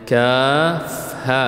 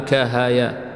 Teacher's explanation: لازم تنطقها بالكاف، الكاف والألف والفاء، وإحنا مديناها بمقدار 6 حركات · Shown in: first take · Term: مدًا لازمًا حرفيًا